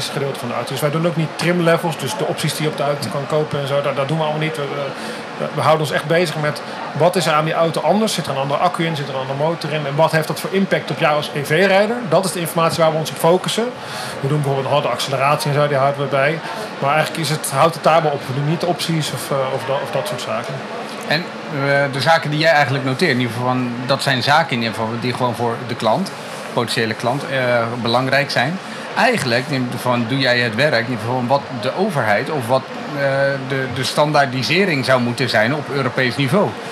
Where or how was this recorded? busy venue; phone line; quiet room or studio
busy venue